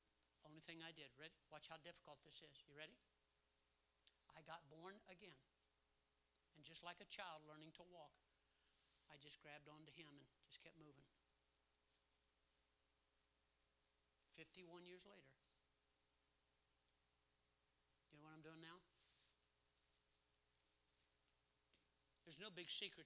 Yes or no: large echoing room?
yes